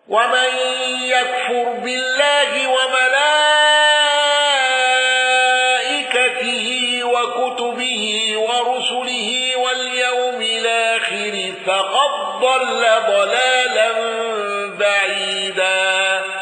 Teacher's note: حفص بالسكت على أل